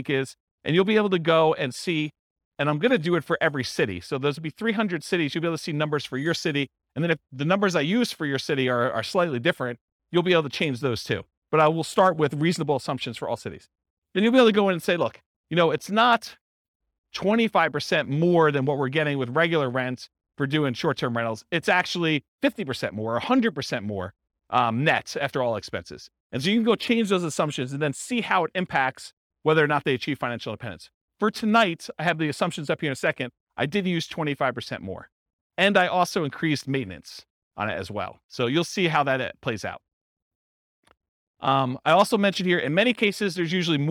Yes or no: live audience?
yes